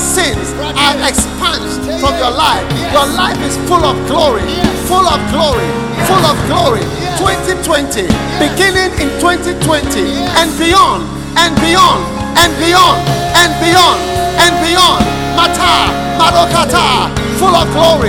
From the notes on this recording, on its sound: Preached at the Thanksgiving Service, Accra.